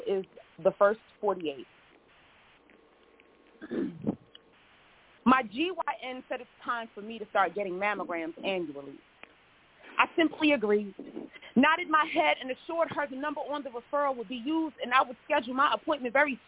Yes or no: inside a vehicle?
no